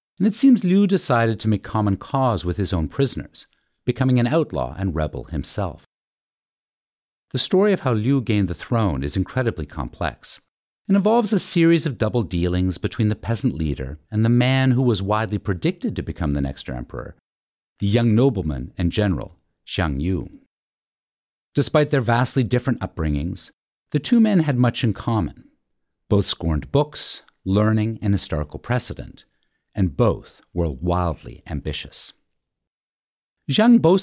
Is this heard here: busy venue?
no